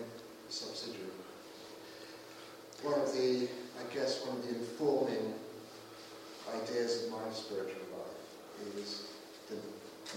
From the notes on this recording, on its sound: held at Highfield Church Southampton, Sunday 23rd July 2017